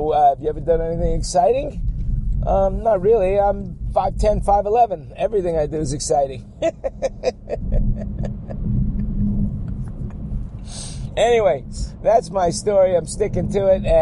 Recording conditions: inside a vehicle